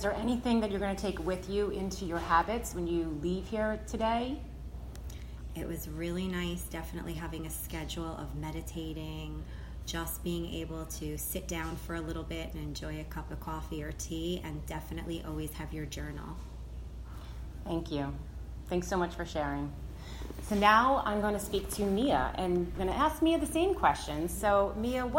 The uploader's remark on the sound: Live from the Intuitive Woman Yoga Retreat